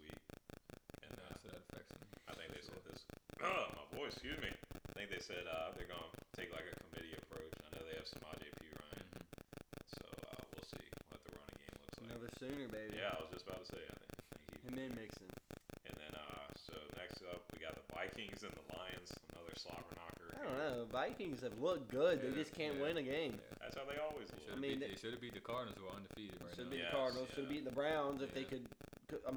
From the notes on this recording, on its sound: Headphone users beware! We recorded this during the Oklahoma and Texas game.